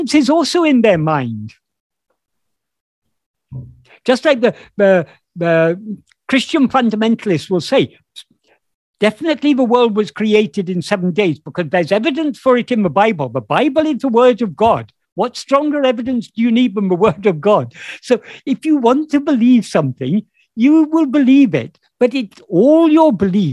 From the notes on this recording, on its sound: In a Zoom meeting